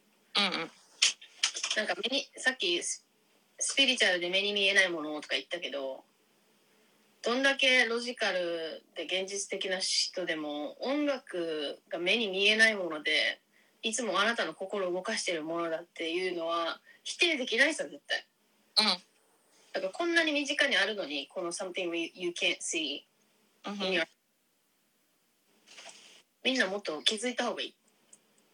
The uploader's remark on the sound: インスタLIVE収録音源. 音質悪めです、すみません。 This sound date from our IG LIVE, apology for the bad sound quality.